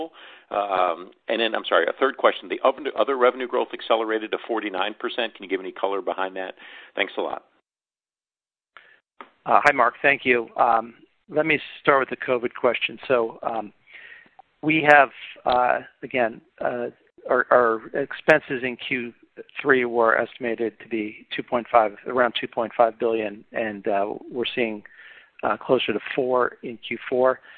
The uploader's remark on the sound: Earnings Conference Call